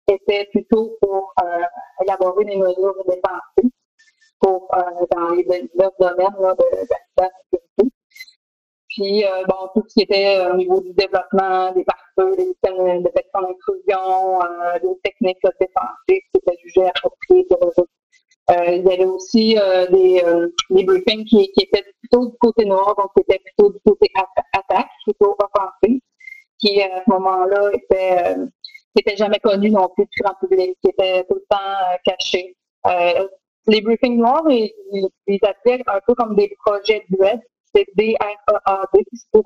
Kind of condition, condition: link, video call